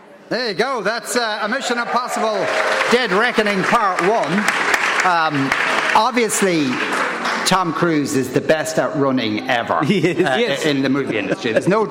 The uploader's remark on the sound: Live from Lawlors Hotel in Naas with thanks to Marks and Spencer part of Newstalks Summer Tour.